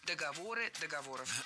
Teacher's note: В этом слове мы всегда ударяем 3-й слог. Договоры, договоров.